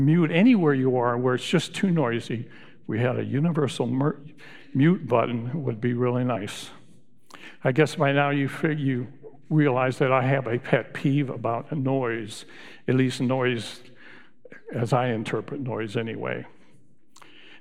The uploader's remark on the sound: Recorded live at Beatitudes Church in Phoenix, AZ